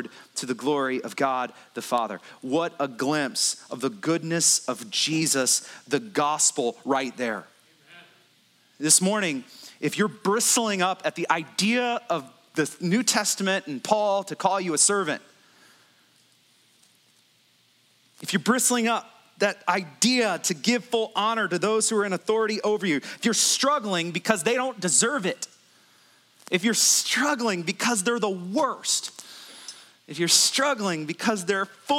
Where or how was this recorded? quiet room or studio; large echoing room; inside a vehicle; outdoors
large echoing room